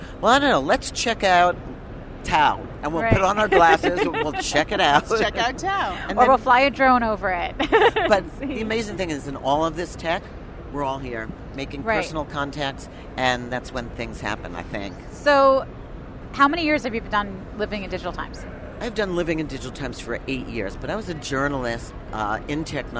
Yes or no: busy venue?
yes